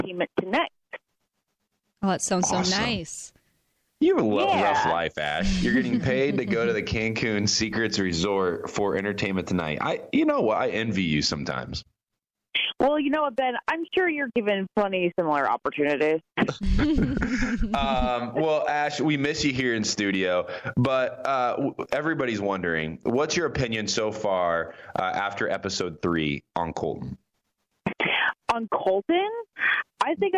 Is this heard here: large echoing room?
no